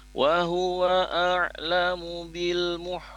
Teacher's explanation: kalau lafaznya muh maka itu adalah ha yang ada di wastul halqi di tengah tenggorokan